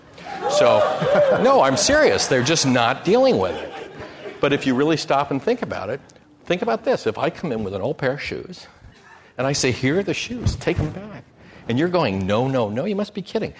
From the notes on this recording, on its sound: This program was recorded in front of a live audience at The Commonwealth Club in San Francisco on September 7, 2010